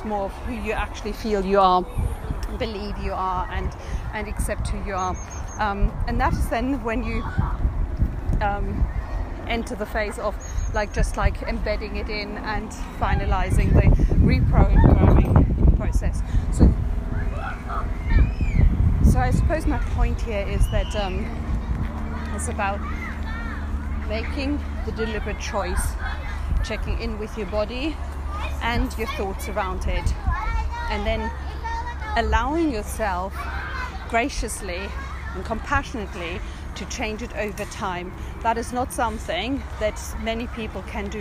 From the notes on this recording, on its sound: Which I recorded on the beautiful grounds of Dinton Pastures while spending a sunny day with my kids during half term. Which I recorded on the beautiful grounds of Dinton Pastures while spending a sunny day with my kids during half term.